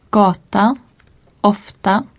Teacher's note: Les mots de deux syllabes portent généralement l'accent 2.